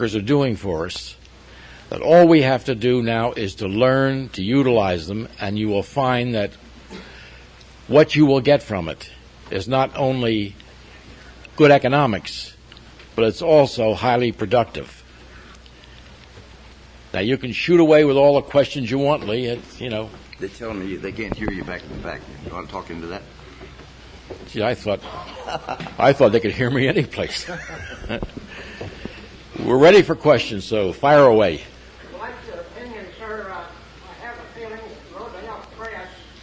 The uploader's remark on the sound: In this talk from an archival Eco-Ag Conference presentation. A few farmers in the audience.